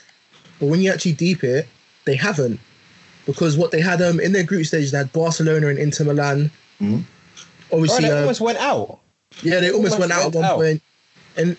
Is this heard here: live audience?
no